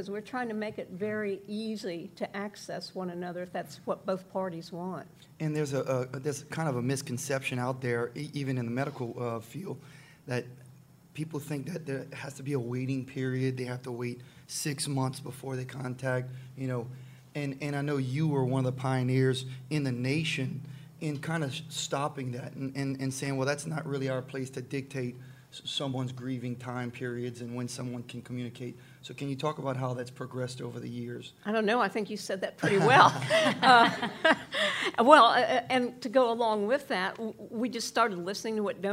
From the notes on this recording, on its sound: Our podcast is recorded live for the first time in front of a studio audience.